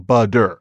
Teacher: So what starts out as butter, quite understandably, will become butter because the consonant softens. Technically, it's something called a flap rather than a d